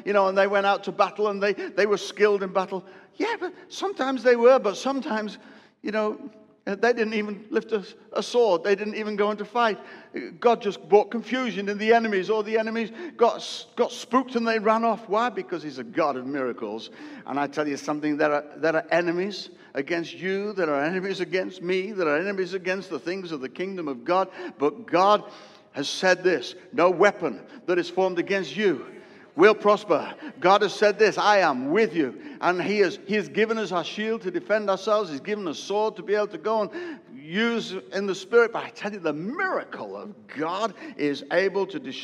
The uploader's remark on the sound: preached a sermon live at Destiny Church, Wakefield, UK (WF1 4AF) during the first service